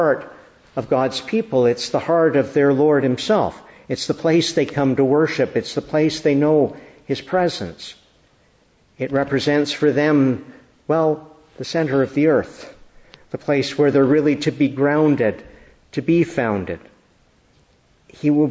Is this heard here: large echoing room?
yes